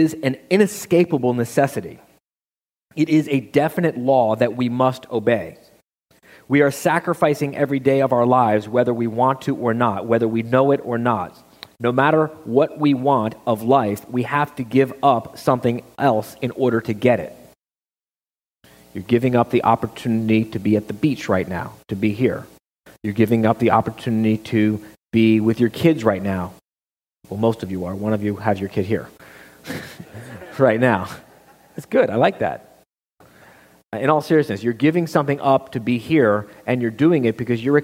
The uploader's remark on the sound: Live quarterly meeting in July of 2014.